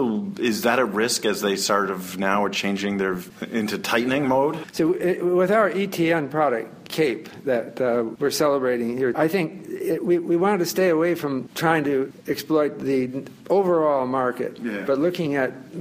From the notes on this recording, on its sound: at the floor of the New York Stock Exchange